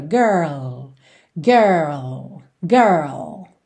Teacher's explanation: Pensa nesse R, porta, perna, girl, girl. Depois você faz o L, língua no céu da boca